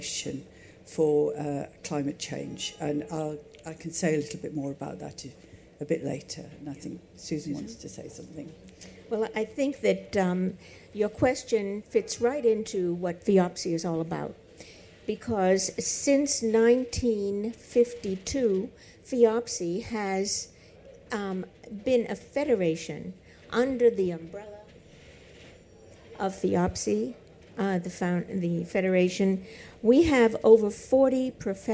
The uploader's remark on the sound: recorded in partnership with DWF, live at EG's Pavilion at MIPIM 2023